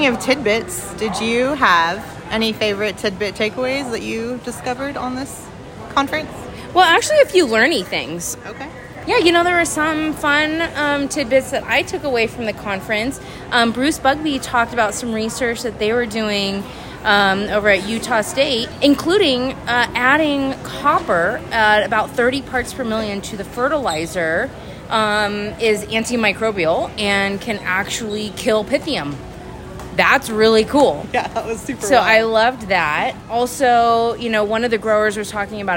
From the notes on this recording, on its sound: on the expo floor to hear the answers of consultants, equipment manufacturers, and event organizers